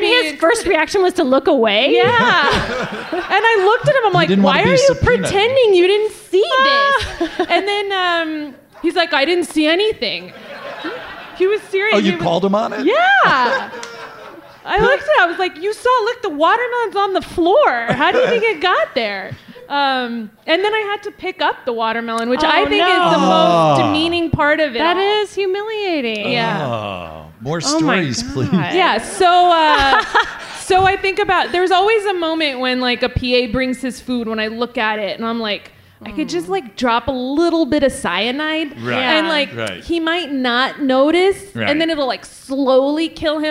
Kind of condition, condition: setting, live audience